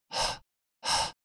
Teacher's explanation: La H es un sonido totalmente sorda que manifestamos con la garganta.